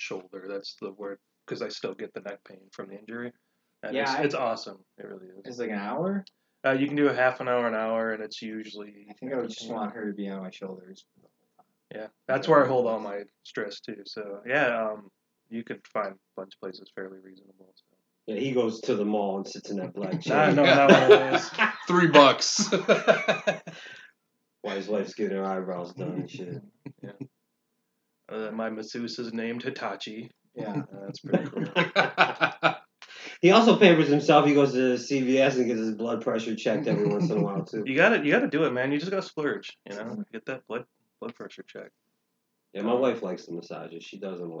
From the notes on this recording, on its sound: Sorry if the sound quality is a little wonky still. We’re still trying to work things out with the new equipment.